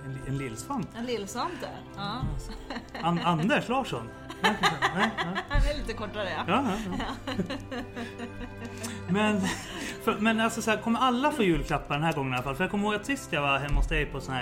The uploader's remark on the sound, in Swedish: Välkommen till Kristna Dejtingpoddens Lillajulfest. Det firar vi med att göra vårt allra första live event. Vi kommer också livepodda från scenen och har med oss en hög med frågor från er lyssnare.